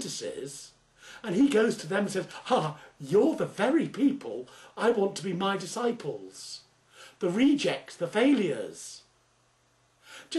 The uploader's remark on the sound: Originally preached at the evening "Connect" service at St James Church, Styvechale, in Coventry, England on 27th September 2009.